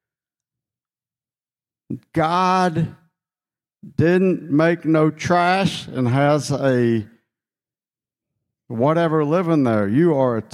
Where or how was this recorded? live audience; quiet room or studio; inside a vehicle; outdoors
live audience